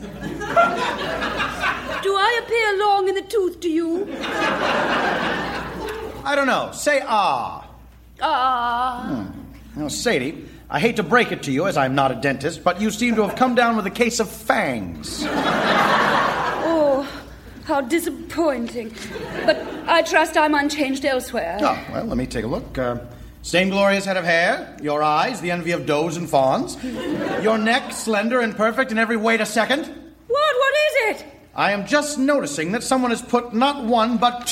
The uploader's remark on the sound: Recorded Live 8/6/2011 at Largo, Los Angeles.